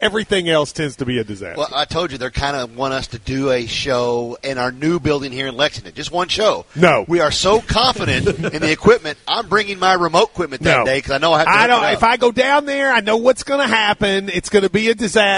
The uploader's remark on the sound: KSR is Live at KSBar & Grille talking Kentucky Football and taking your calls.